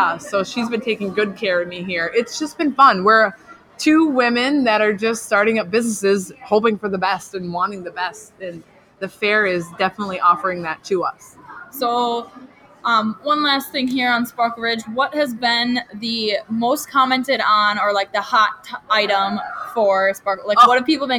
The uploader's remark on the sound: Minnesota State Fair. We recorded this podcast AT THE FAIR.